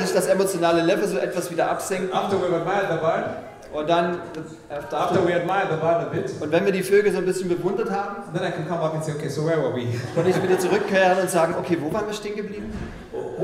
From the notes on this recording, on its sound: In this message preached at Mavuno Berlin